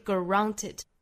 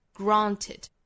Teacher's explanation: 不要在 g 和 r 之间拖出来一个小的元音了哈 · Shown in: second take